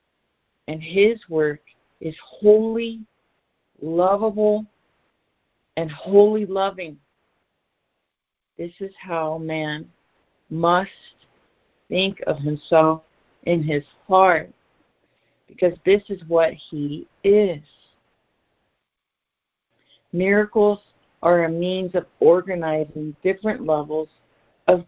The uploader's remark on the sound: ACIM Daily Conference Call.